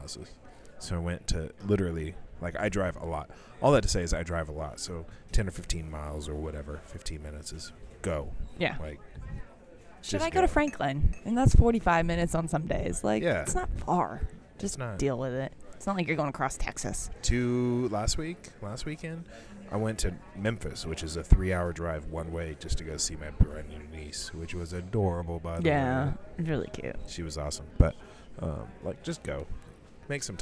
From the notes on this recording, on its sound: We Pick Up A Cup and Celebrate at Panera Bread. Live from Panera Bread.